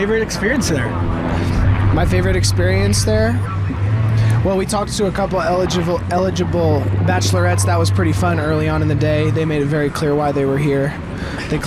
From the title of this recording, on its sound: Live at Hippie Hill SF